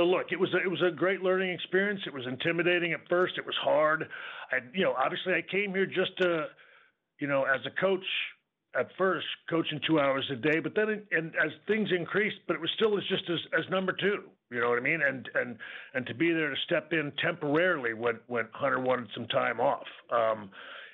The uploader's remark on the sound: NXT Takeover Halloween Havoc Media Conference Call. Speaks to media ahead of NXT Takeover Halloween Havoc!